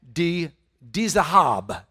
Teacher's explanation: The emphasis is on the last syllable, Dizahab.